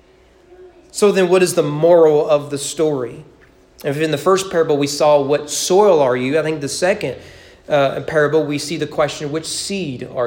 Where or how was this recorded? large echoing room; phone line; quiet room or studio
large echoing room